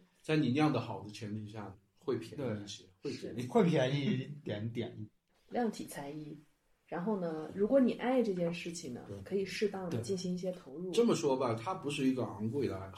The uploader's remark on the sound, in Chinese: 第一期还很稚嫩，录音质量和交谈的内容节奏都有待越加努力精进。